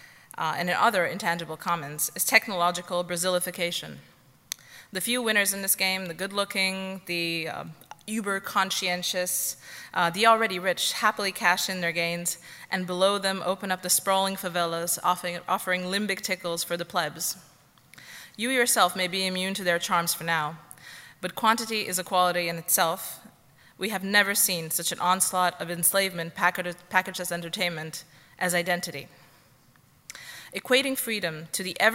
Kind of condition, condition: setting, live audience